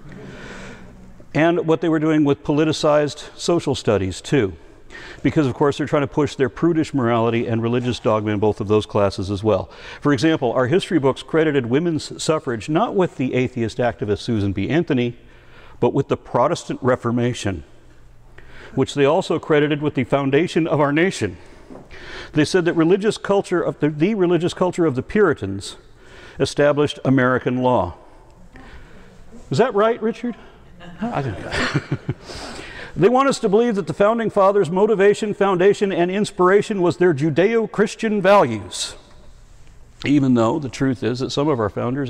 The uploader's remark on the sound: Recorded at the Clovis California Veterans Memorial District Hall, at the 10th Annual Heretic’s Barbecue